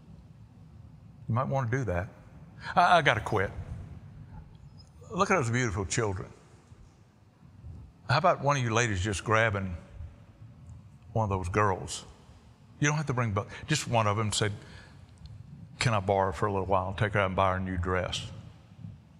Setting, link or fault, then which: setting, large echoing room